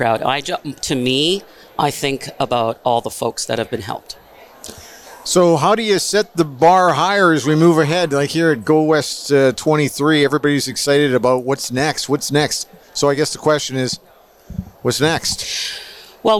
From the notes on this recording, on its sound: This podcast episode was recorded live at GO WEST® 23 and produced by Road 55 . GO WEST®, Canada's Event For Event Professionals.